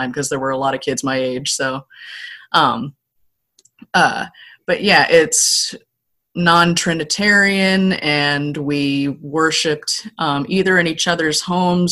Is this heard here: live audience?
no